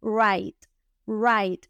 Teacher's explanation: una R suavecita, la GH es muda y solo se pronuncia la T final